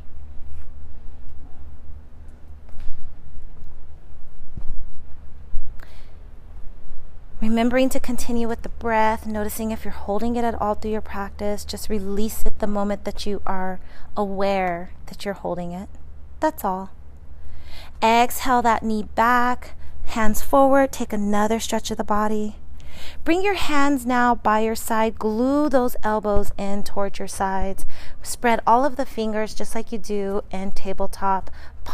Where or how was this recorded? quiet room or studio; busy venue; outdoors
outdoors